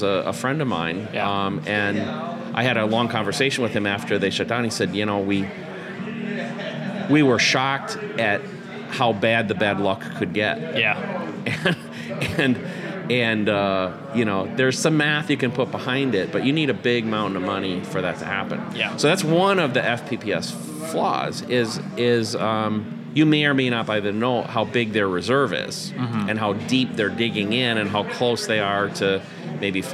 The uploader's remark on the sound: live from the South Carolina debut